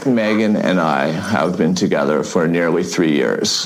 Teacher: this is the most vocal fry I've ever heard in a man